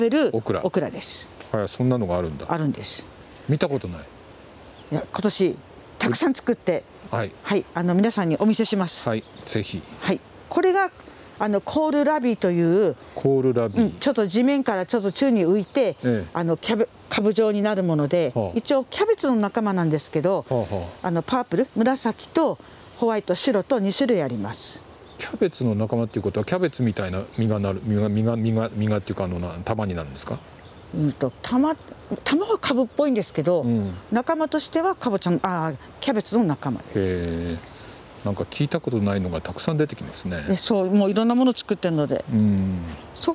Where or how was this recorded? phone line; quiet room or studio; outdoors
outdoors